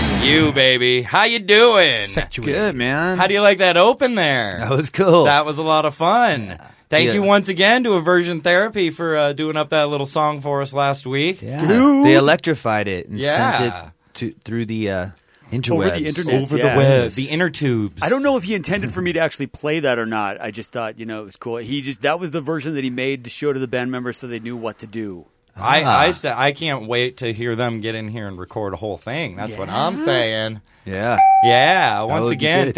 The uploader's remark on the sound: Our first phone interview! Since he couldn't make it in town to the wedding.